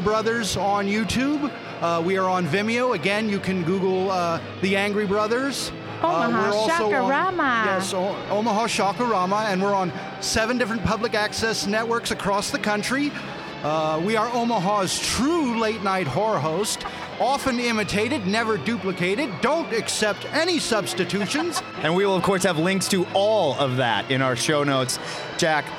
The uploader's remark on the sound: Recorded LIVE from O Comic-Con 2015!